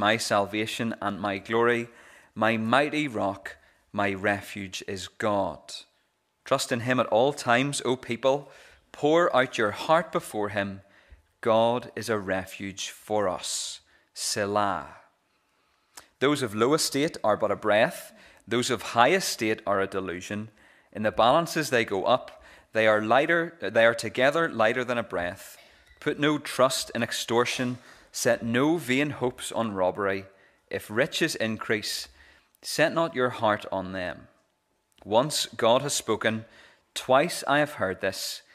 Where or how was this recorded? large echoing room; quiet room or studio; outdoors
large echoing room